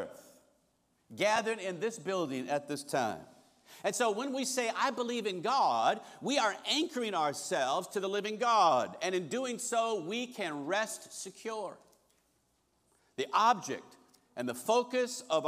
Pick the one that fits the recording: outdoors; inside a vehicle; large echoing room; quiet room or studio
large echoing room